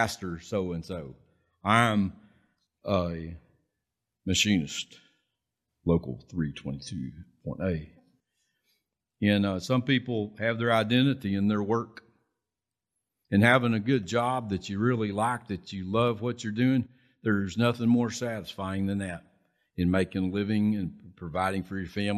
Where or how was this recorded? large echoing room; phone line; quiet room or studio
large echoing room